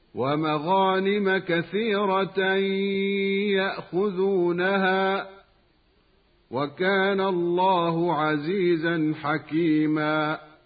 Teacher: الغين من مغانم حرف استعلاء مفخم، وقد وقع بين حرفي استفال حقهما الترقيق، ولهذا يخطئ من ينطق بالغين مرققة أو لم يعطها حقها من التفخيم هكذا ومغانم. وراء كثيرة تفخم لأنها مفتوحة، كثيرة يأخذونها تنوين وبعده ياء، ويدغم التنوين في الياء بعده مع بقاء الغنة بمقدار حركتين، ويسمى إدغاما بغنة. · وراء كثيرة تفخم لأنها مفتوحة، كثيرة يأخذونها تنوين وبعده ياء، ويدغم التنوين في الياء بعده مع بقاء الغنة بمقدار حركتين، ويسمى إدغاما بغنة. ومد الهاء من كلمة يأخذونها مد طبيعي بمقدار حركتين كمد وكان الله عزيزا.